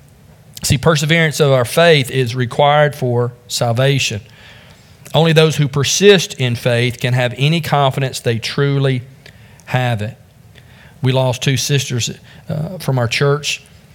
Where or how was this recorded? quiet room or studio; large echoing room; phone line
large echoing room